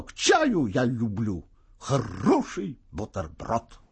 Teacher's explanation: В конце текста на слове «бутерброд» явственно слышна жирная интонационная точка. · Term: завершения высказывания